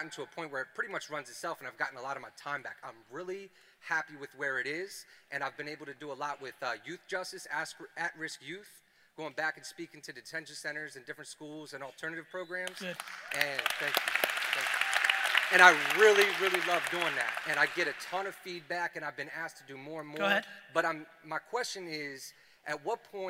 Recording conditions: live audience